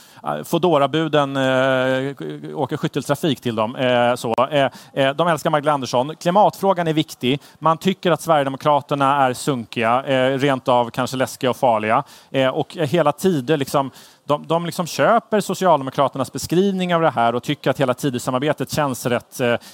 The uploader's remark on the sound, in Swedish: live från Almedalsveckan i Visby